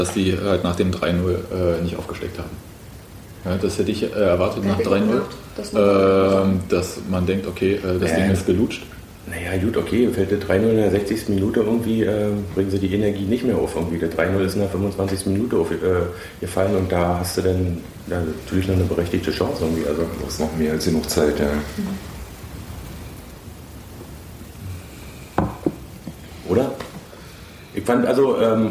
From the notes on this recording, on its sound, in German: Der Aufnahmepegel war noch auf Stadionlautstärke gedreht. Nebengeräusche sind unserer mangelnden Aufnahmedisziplin geschuldet (wer die Rasse des herumlaufenden Hundes erkennt, bekommt einen Besserwisserbonus).